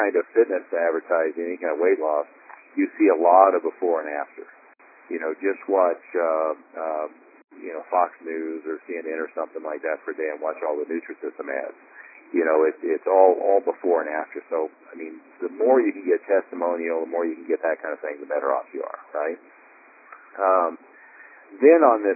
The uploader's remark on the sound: Inner Circle Teleconference